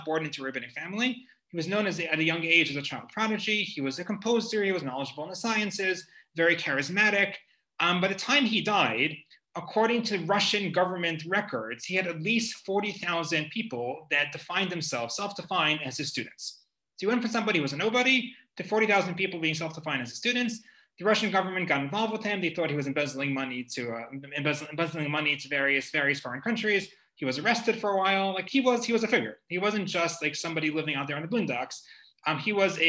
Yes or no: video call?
yes